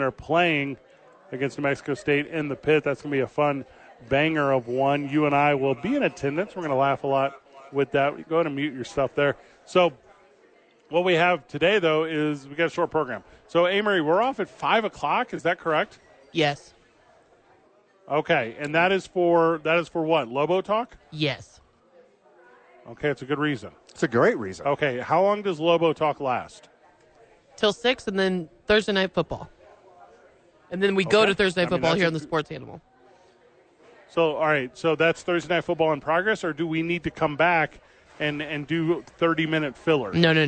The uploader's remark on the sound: live at Sadies